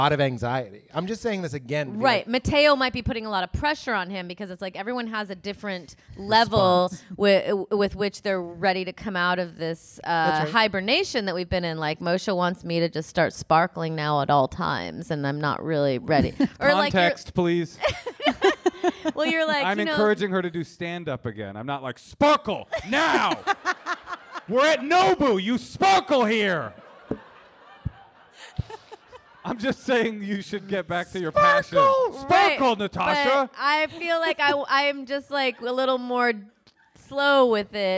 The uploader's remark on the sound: This week we have our first live show in two years.